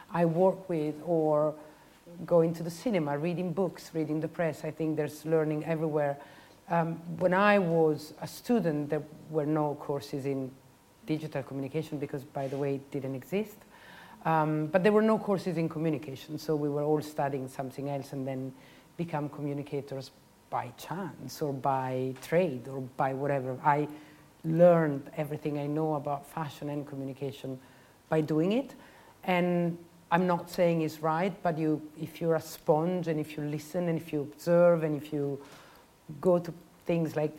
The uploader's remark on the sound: The Università della Svizzera italiana and Université Paris 1 Panthéon-Sorbonne invited SHOWstudio Editor. The conversation takes place in front of an audience of students and members of the general public. ELab – eLearning Lab of USI – Università della Svizzera italiana.